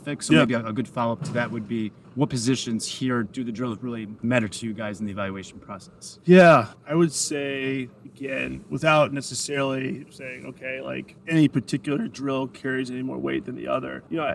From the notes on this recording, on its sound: coming to you live from the NFL combine